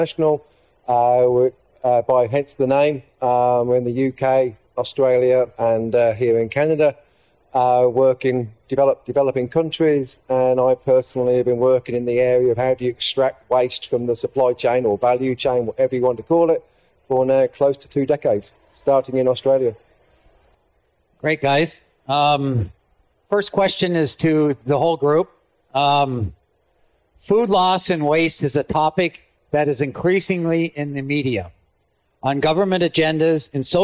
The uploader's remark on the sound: LIVE from the CPMA Trade Show Floor